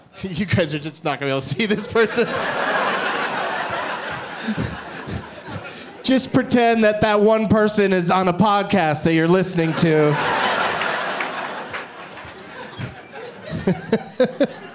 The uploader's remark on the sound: Live from Comedy Works in Denver